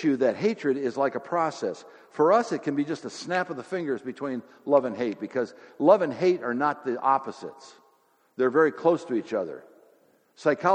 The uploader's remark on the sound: Sermon audio from FIBC Copenhagen, from Sunday, May 1, 2016.